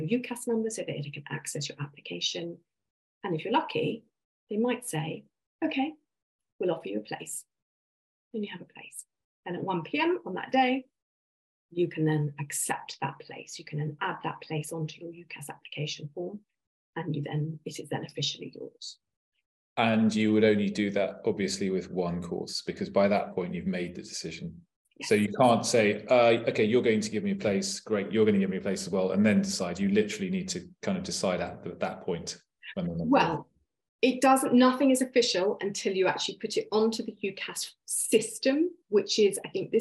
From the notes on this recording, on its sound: This is a recording from our webinar, 'UCAS Applications Advice'.